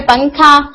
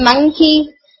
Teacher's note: जबकि काफ, कॉफ और फा, इनका मखरज थोड़ा सा दूर है, तो उसमें ये होता है कि आप उसके मखरज को अगर हिट भी करते हैं तो साउंड में इतना क्लियर डिफरेंस है कि वो क्लियर नून की साउंड नहीं दे रही होती, यानी जो आवाज आ रही होती है नून की वो क्लियर नून की नहीं होती, बल्कि वो ऐसे लगता है कि हिडन नून की साउंड है